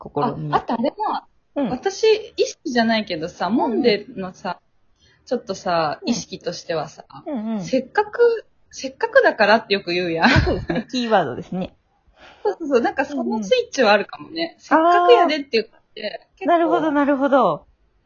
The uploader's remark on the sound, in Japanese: 今回はリモート収録ですよん